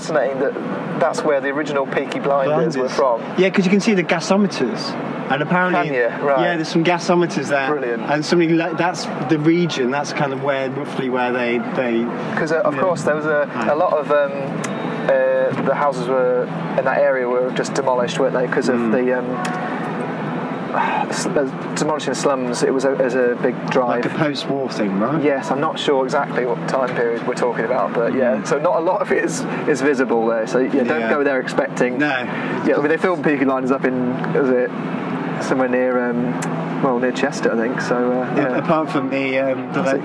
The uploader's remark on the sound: Recorded outdoors at Gas Street Basin.